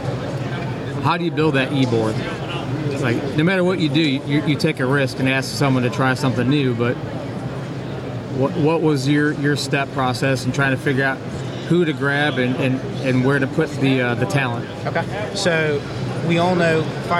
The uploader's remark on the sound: live at the SC Fire-Rescue conference